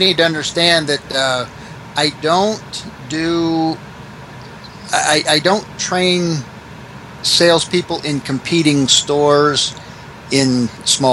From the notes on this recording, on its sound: Please excuse the noise from the AC. Small store in Van Wert, Ohio with a population of 10,774.